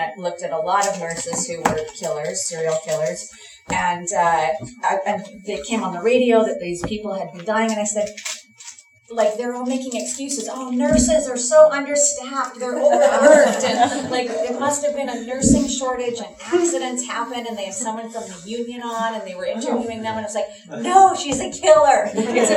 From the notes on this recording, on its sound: On the morning of June 9, a series of panel discussions took place at the Monarch Tavern, just a couple of short blocks south of the Royal. We are delighted to share with you an edited and truncated version of that talk.